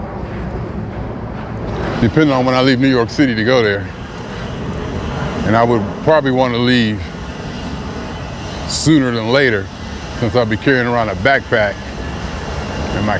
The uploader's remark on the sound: Me Walking Talking. As I Prepare Myself For The Flight.